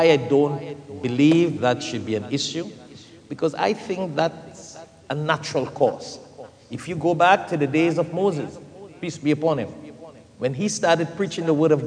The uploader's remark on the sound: Live Interfaith Discussion. Come together for a live taping at St Mary's Episcopal Church.